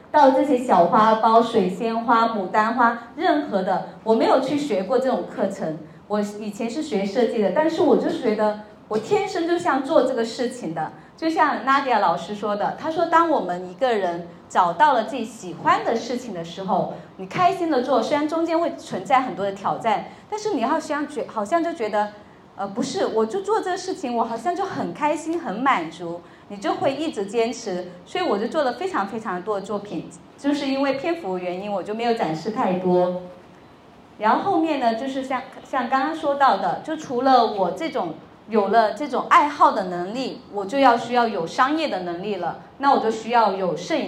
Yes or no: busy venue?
yes